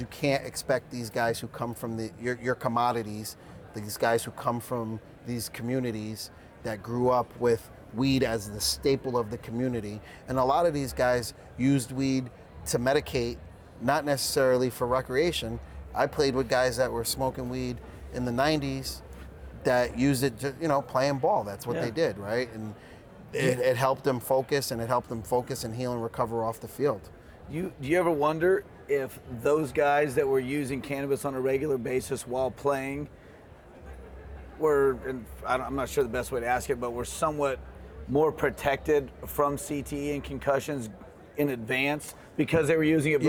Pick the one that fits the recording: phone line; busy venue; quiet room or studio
busy venue